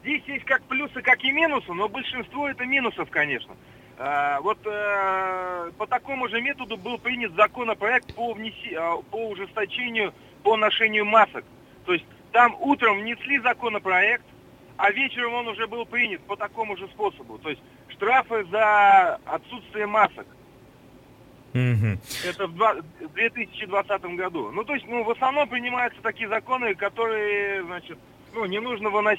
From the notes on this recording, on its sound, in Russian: По телефону